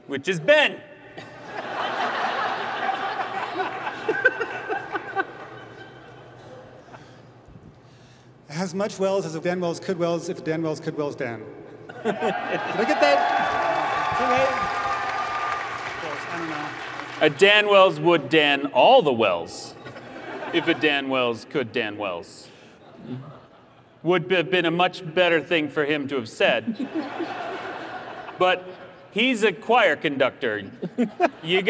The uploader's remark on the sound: Live Q&A at Dragonsteel 2023!